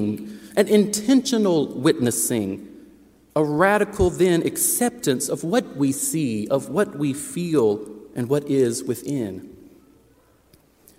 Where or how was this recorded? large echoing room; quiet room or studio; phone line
large echoing room